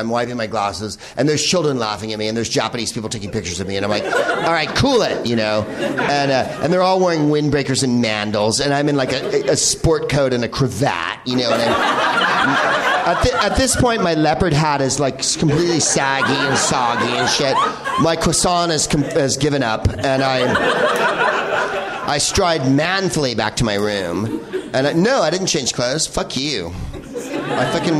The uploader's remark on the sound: Live from The NerdMelt Showroom in Los Angeles